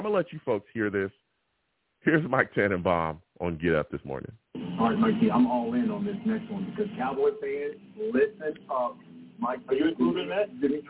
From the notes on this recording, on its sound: I take live callers!